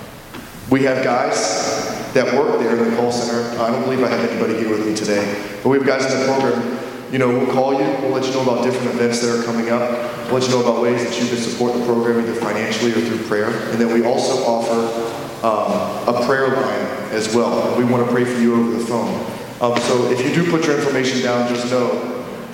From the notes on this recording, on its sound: during Sunday worship at The Center on Main